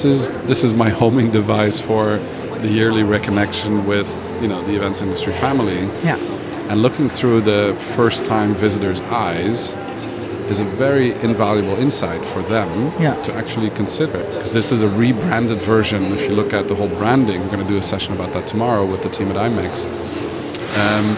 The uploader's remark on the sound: Live PODcast recording with special guests onsite at #IMEX23 - Live from IMEX Frankfurt. This onsite series features spontaneous conversations with #IMEX23 visitors.